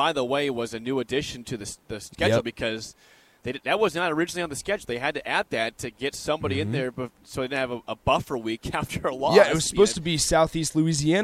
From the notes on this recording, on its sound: Live from Indianapolis for Big Ten Media Day! 93.7 The Ticket's coverage of 2022 B1G Media Days at Lucas Oil Stadium in Indianapolis.